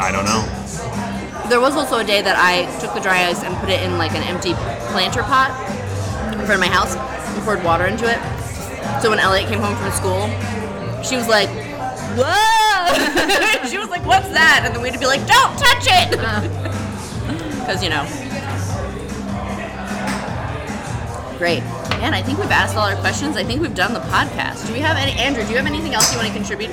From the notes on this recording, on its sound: Recorded live (to tape) at the Topgolf in Tucson, AZ on February 19, 2023